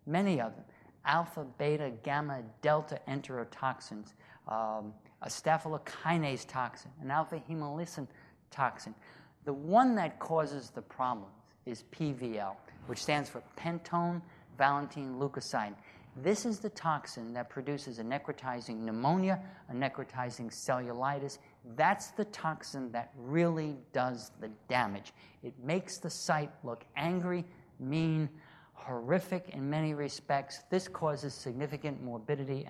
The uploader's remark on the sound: From the SDPA Annual Summer Dermatology Conference 2016, held June 1 – 5 in Austin, Texas.